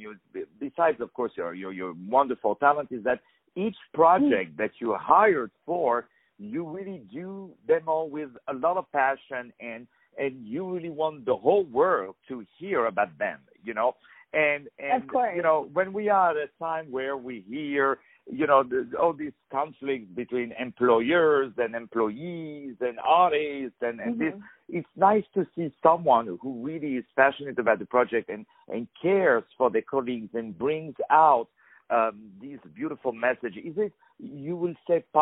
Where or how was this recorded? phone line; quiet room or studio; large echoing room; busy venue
phone line